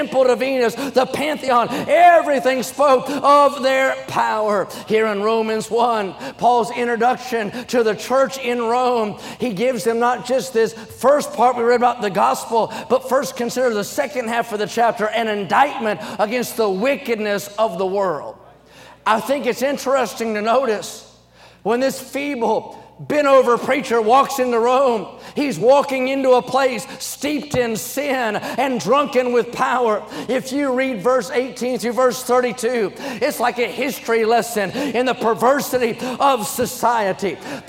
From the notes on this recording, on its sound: during the Sunday Evening service of the 38th Annual National Pastors' & Workers' Conference in Santa Clara, California